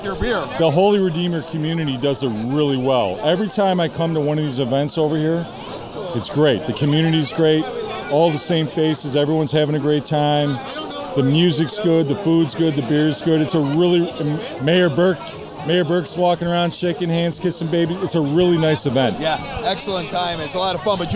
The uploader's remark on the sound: This past weekend the Most Holy Redeemer grounds along 95th street were packed for a huge outdoor party. Recorded at the MHR Men's Club BBQ Bash. We chat with rib cooking teams, neighbors, friends and some noteworthy public figures.